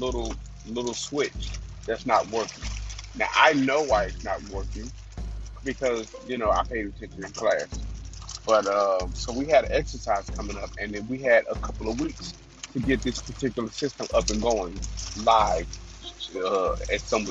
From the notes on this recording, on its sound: The audio is a little crappy but I’ll was in traffic